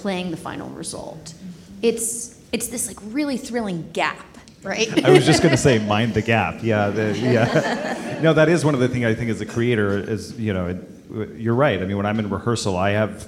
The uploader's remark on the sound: Recorded Live in Partnership with Austin Opera. Recorded in front of a live audience.